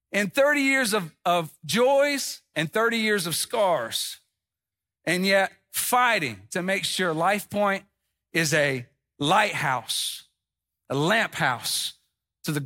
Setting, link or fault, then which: setting, large echoing room